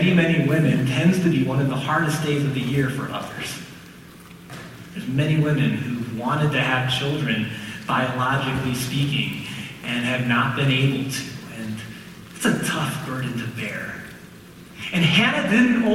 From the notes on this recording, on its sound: Sorry about the audio quality!